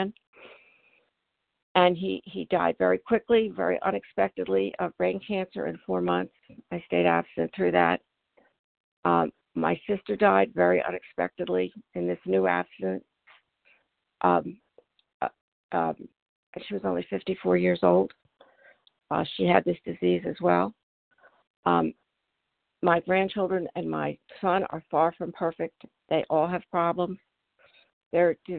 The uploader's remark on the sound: from the 100 Pounders Phone Meeting on 12/4/20